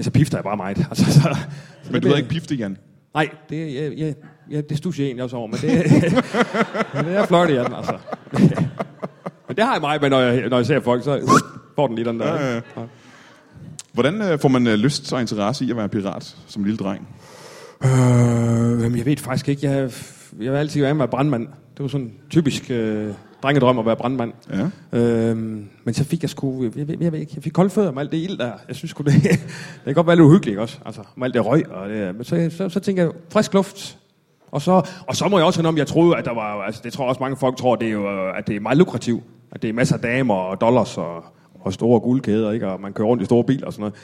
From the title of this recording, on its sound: LIVE Comedy Zoo